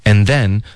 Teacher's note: and 我们弱读成 n，然后这个 n 的音呢，大家最好是咬舌尖 n，这个 n 是因为我咬舌尖，这样你接着发 then 就比较容易一点，就不可能会发错，发成 and then and then 这样 and then 咬舌尖。And then 后面我们有一个 weare，我们就发 were，OK， and